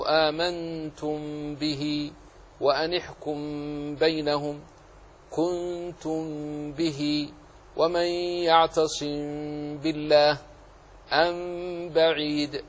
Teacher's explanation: هي مخفاة لانطباق الشفتين عليهما كانطباقهما على إحداهما